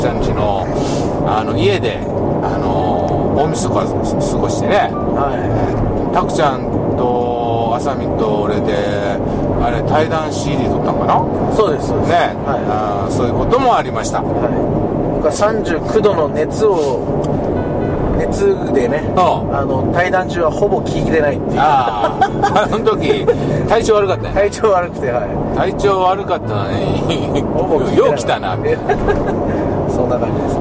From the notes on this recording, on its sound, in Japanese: 埼玉県。ドライビング対談収録をいたしました。